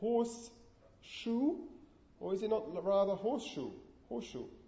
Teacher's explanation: we have assimilation that relates to what? It relates to the place of the articulation. And this is very, very common, because it basically means that you don't need to move something in your mouth.